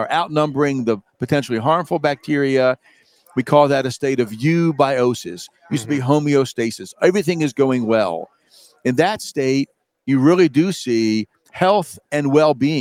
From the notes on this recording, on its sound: We are live from the Cattle Industry Convention and NCBA Trade Show in Orlando, FL.